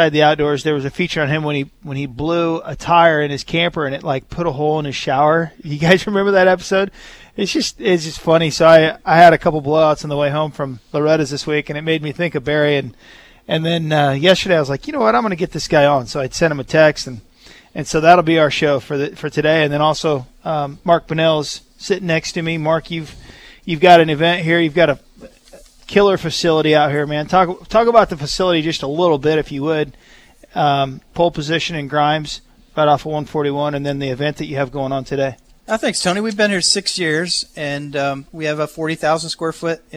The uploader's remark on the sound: live from Pole Position Raceway in Grimes, Iowa